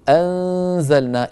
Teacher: انتقل من الهمزة المفتوحة إلى مخرج الزاي مباشرة، فيبقى من النون غنتها ويظهر من الفم صويت ضعيف هكذا الآن أنا لما أنطق الغنة لساني رأس لساني على مخرج حرف الزاي بحيث لما أصل إلى حرف الزاي أجد فمي مهيئا على مخرج الزاي. · Term: إخفاء